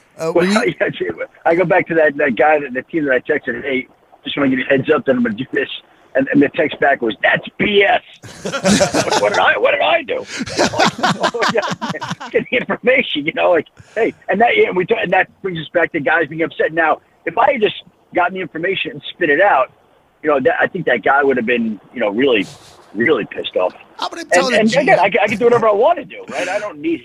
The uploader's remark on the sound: calls into the show